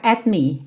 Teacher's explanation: esse T não vai aparecer muito porque você já vai fechar os lábios pro M. Então você não vai falar at me, vai ficar at me, ok?